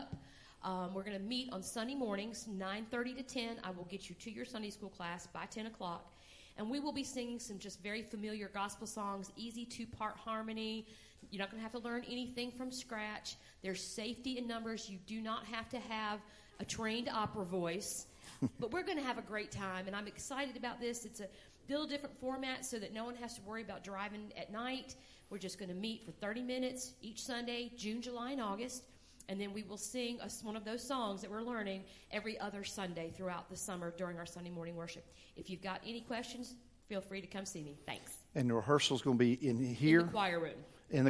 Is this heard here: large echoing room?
yes